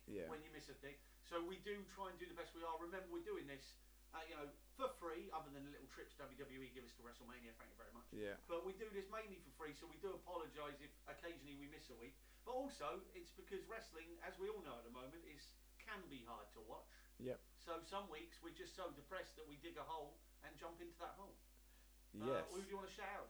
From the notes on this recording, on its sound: Apologies for the poor sound